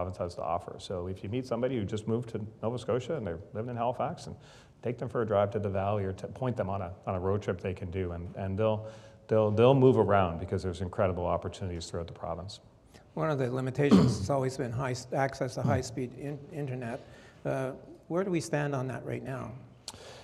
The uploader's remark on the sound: This episode of the Insights Podcast features a conversation recorded live. At the Halifax Chamber's Economic Forum.